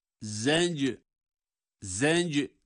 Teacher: Fe innema hiye zecratun, hiye zecratun, zenc, zenc derken za ince, cim kalkale sesiyle.